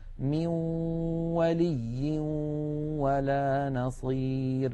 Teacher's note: هنا يا إخوتي عند الإدغام بغنة يخرج صوتان في آن واحد، واو من الشفتين في المثال الذي معنا، وغنة من الخيشوم، مجموع هذين الصوتين يشكل النون المدغمة في الواو. من الأنف يخرج غنة ومن الشفتين تخرج واو، يبدأان معا وينتهيان معا